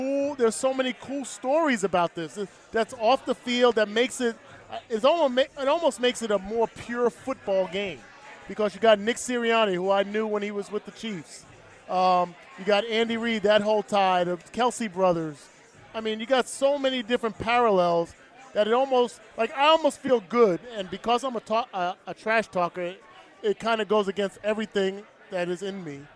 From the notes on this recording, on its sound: This week Arrowhead Pride radio was live from Super Bowl LVII in Arizona.